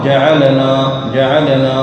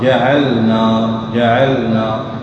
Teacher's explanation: اخرج اللام من مخرجها من حافه اللسان، والنون من طرف اللسان، فيكون المخرجين مختلفين فتظهر السكون وتظهر النون المفتوحه · Shown in: second take · Term: اللام الساكنه